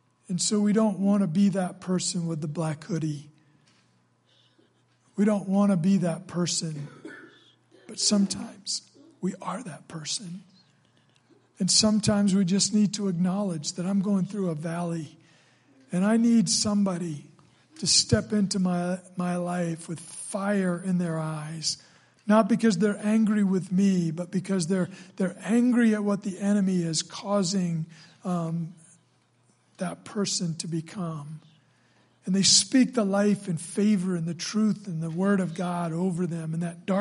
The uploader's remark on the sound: during service at The Anchor Church in Rockport, Maine.